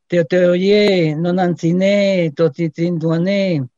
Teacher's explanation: Puede considerarse como una excepción la pronunciación más intensa de la sílaba final en los vocativos, que casi suena como una aguda